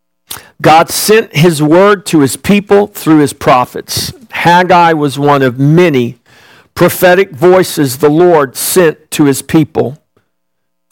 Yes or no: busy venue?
no